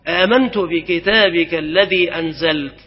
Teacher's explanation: والتاء أيضا إذا سكنت كانت مهموسة